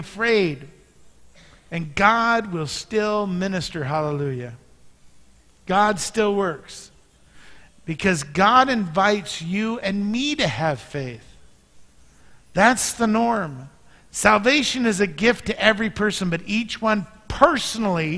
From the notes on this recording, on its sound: Mt. Zion Church Live!